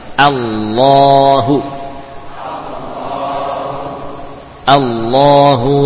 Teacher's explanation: karena hamzahnya di fathah maka lam pada lafzul jalalah juga dibaca tebal